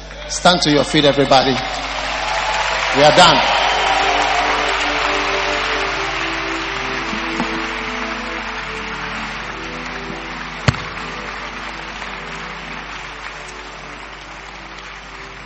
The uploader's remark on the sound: Preached at the 'Q4 Easter Convention' at The Qodesh.